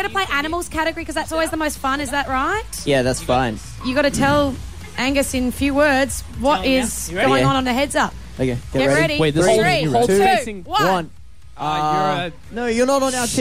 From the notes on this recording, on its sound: live from the World Famous Rooftop